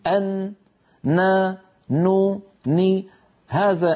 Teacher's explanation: طرف اللسان يقرع ما يحاذيه من غار الحنك الأعلى ويخرج غنة مع هذه القرعة من الخيشوم، أن نا نو ني، هذان الصوتان مع بعضهم أو هذه القرعة مع الغنة مجموعهما يشكل حرف النون.